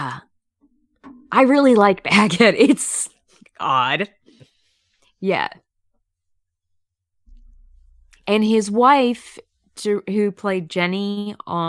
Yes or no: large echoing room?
no